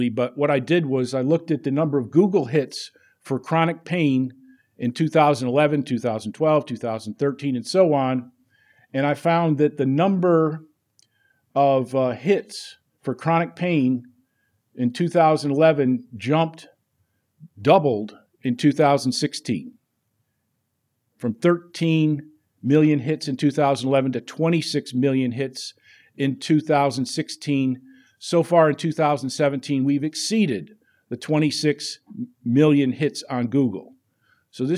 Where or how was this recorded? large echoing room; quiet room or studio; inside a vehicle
large echoing room